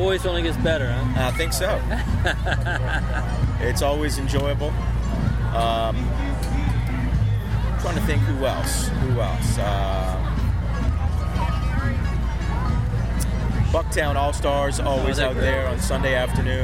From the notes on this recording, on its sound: Join us at Greek Fest New Orleans, an annual event that we never miss. We have a sound-seeing tour.